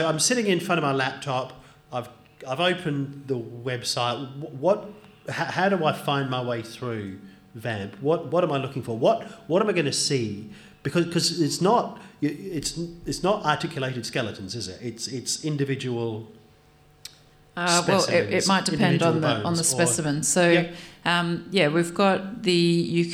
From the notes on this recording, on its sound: In another episode recorded live during the Palaeo Jam National Science Week tour.